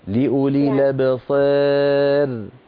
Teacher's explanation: الراء مرققة لأن قبلها إمالة · Term: إمالة صغرى